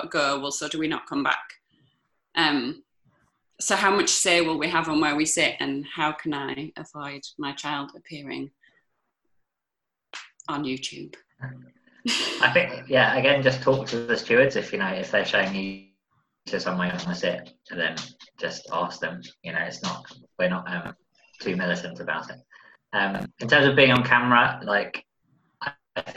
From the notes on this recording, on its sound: Zoom Seminar. A new intro has been added (as it was missed off the original) and capturing all the questions that were asked on the night.